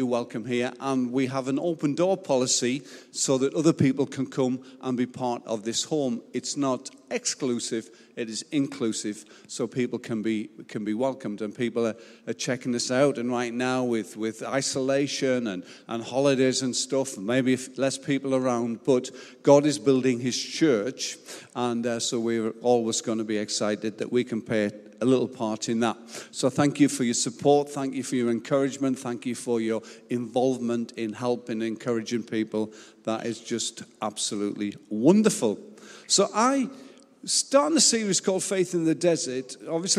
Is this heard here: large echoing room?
yes